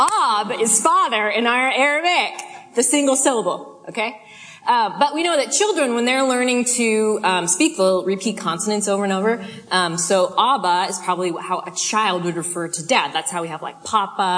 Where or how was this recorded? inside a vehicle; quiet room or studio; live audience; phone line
live audience